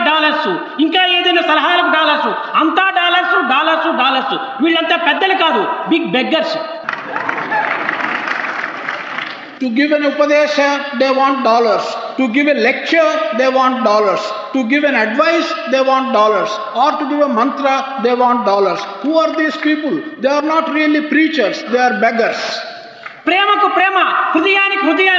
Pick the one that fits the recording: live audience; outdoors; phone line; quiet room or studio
live audience